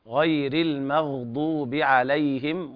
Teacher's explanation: الغين هنا ساكنة لا تقلقليها